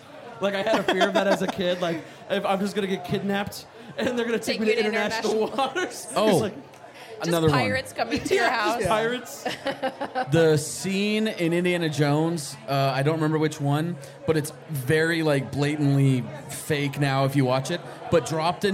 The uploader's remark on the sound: LIVE FROM SCARDEYCON!